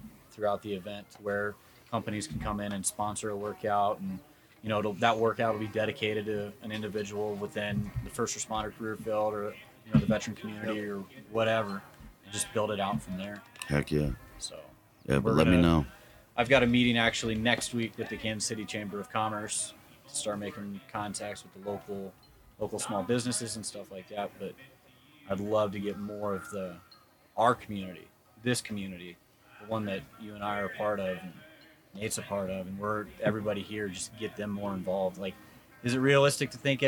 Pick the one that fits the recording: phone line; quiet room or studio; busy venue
busy venue